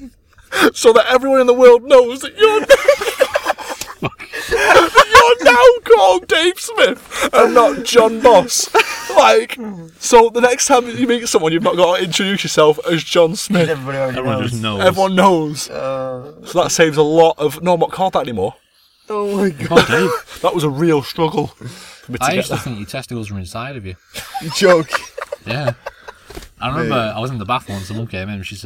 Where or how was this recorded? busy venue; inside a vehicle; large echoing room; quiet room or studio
inside a vehicle